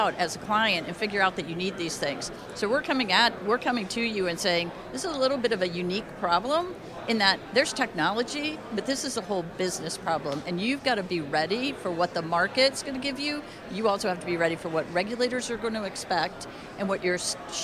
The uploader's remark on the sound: While at DC Blockchain Summit 2023 in Washington, DC